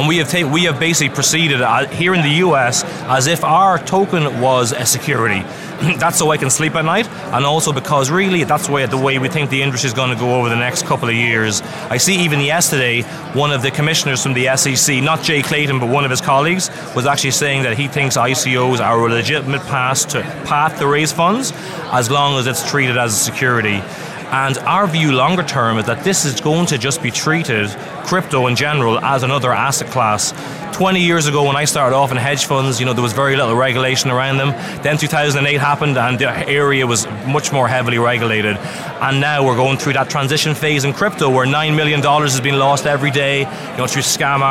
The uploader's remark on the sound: Live From The Crypto Invest Summit West 2018